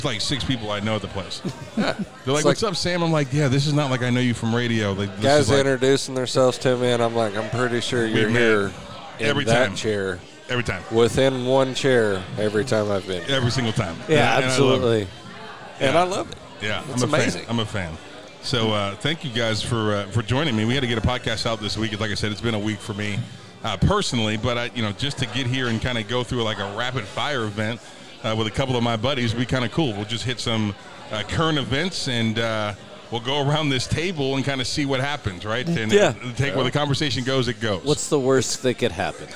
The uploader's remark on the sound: Live from Brents